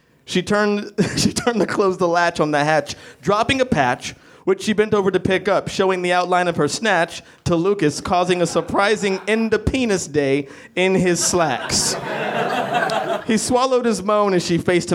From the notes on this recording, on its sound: Recorded at Nerdmelt Theater on 8.12.12.